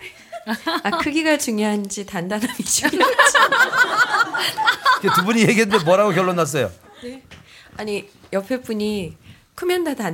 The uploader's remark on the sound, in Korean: 공개방송